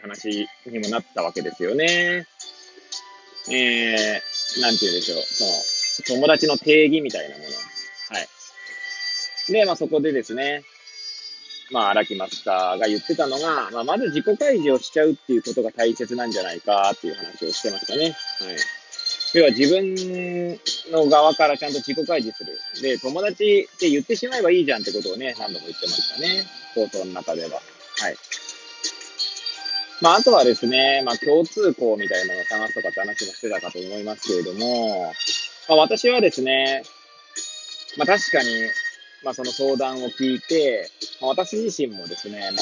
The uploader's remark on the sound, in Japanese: Airpods を付けた状態で、車中で収録しており、雑音などが入る可能性があり、ご容赦ください。